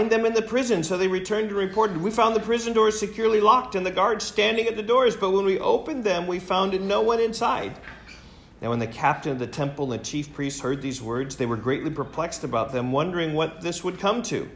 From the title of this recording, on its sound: recorded in class